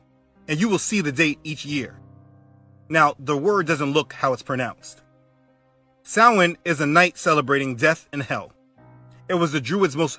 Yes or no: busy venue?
no